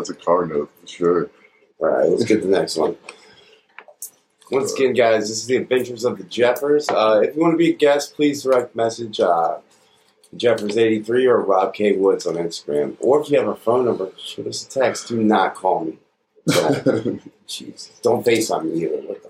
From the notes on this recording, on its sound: Sound quality could be better